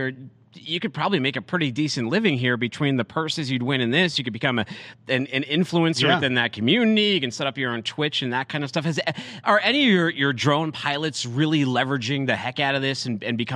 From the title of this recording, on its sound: live from DroneWaves